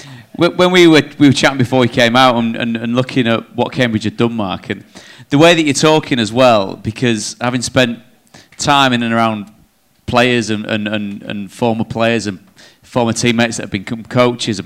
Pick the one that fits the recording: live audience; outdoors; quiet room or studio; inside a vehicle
live audience